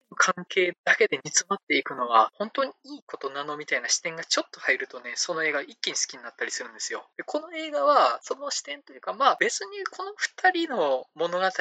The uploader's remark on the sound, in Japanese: 音質が悪すぎたため、可能な限りで音質改善しました。(でも全然音悪いです。)